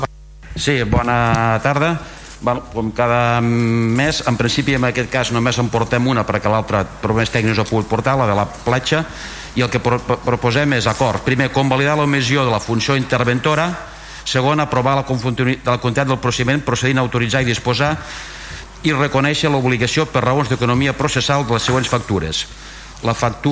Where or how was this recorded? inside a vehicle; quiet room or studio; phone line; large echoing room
large echoing room